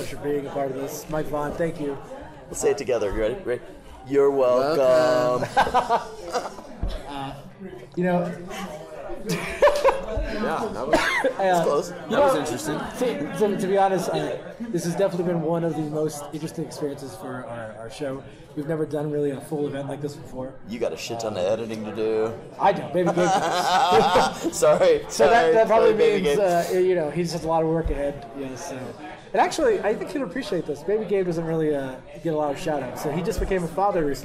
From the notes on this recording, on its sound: come to you "live" from the first annual UncleDad Halloween Bash